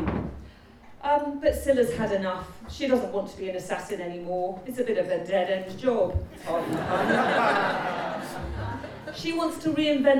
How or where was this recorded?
busy venue